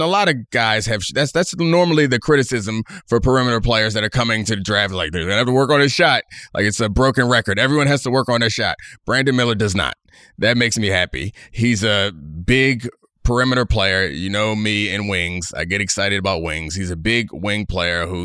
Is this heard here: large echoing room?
no